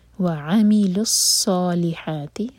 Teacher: الصالحات صوت کو ہیوی پڑھا جائے گا